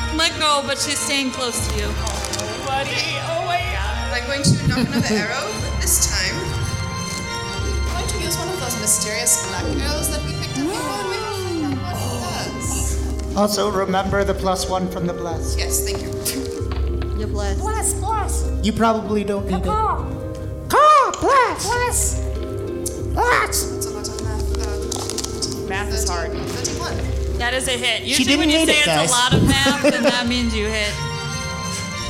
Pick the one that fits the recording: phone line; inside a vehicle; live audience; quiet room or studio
live audience